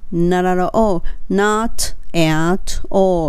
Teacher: t が落ちて、not の t が落ちて